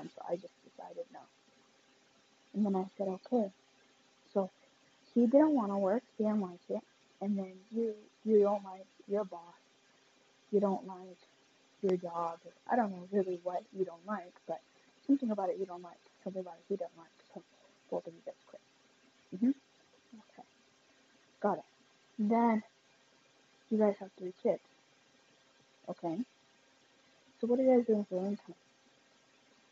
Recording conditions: poor sound quality